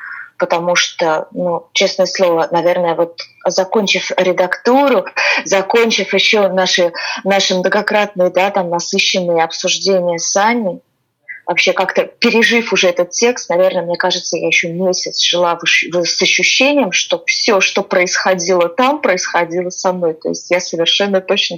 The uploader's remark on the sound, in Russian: Мы записывали этот выпуск удаленно и просим прощения за возможные звуковые помехи!